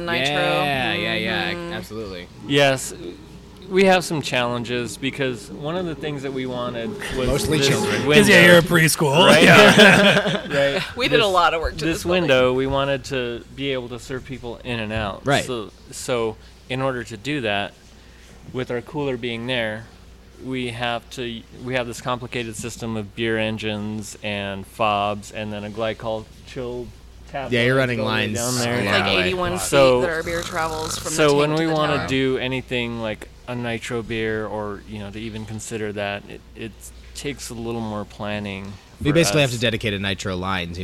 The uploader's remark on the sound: This week we visit Coal Mine Ave Brewing in Littleton, Colorado